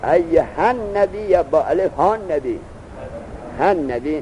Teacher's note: الف ساکنه، نون اول نبی، نون اول نبی منقلب هستیه از لام ال، همزش هم که همزه وصل رفته، لام ال منقلب به نون شد، نون در نون ادغام شد، پس نون اول ساکن، واو ها الف ایها اونم ساکن، و التقا ساکنه شده لکن در دو کلمه یه به هم نمی جوشن، جدا جداین.